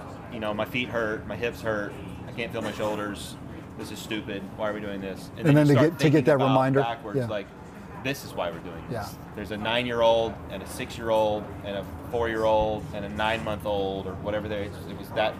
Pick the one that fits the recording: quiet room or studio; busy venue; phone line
busy venue